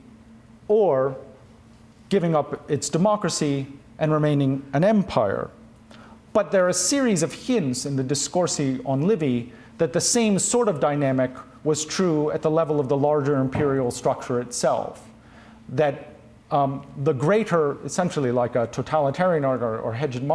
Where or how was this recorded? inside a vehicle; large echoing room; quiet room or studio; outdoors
large echoing room